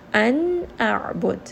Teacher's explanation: hamza has a very sharp sound that comes from the lower throat and ayn has more of a rolling sound that comes from the middle of the throat. So we are going to make sure that we have a very sharp transition and then go down into that rollingness of the throat.